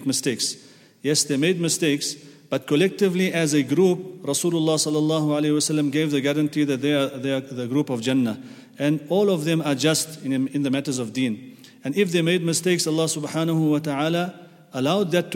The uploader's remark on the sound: at the Houghton Masjid (West Street)